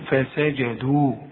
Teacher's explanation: إنما إذا وقفت تقول فسجدوا، مد طبيعي حركتين